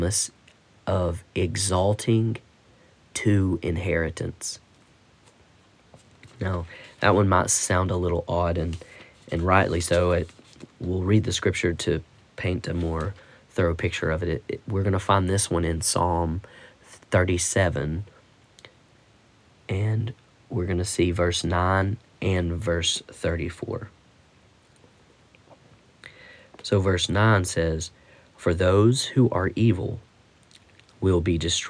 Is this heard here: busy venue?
no